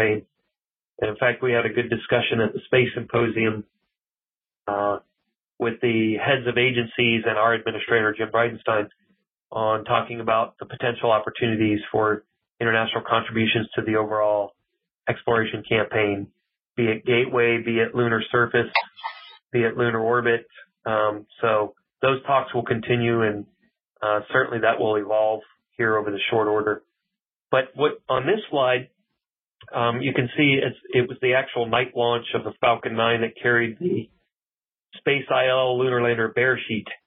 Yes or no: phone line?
yes